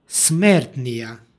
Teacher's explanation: T je ovdje izgovorno malo slabije.